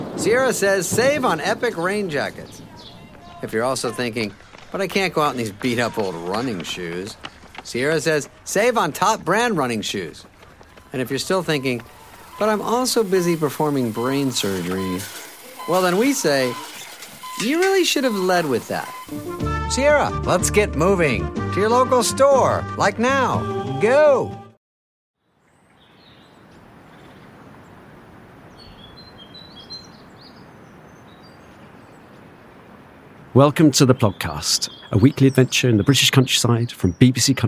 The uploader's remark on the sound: a wander through a forest in the Ardennes region of north-east France